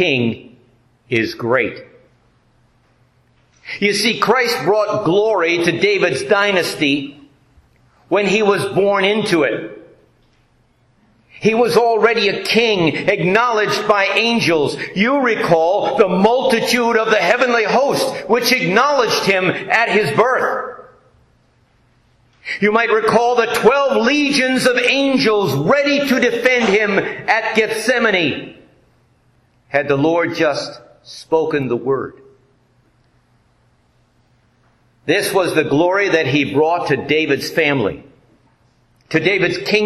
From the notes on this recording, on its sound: This message based on Proverbs 14:28 was delivered at the Joint Ascension Day service held at Our Redeemer Lutheran Church in Taylor, Michigan.